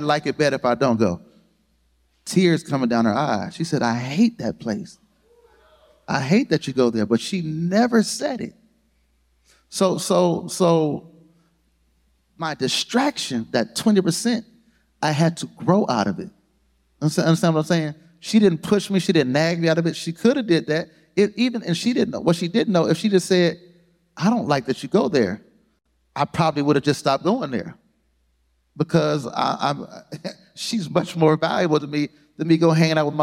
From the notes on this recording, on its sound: In this special live episode. Q&A from the audience.